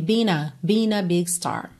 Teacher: Being a, ele juntou pelo N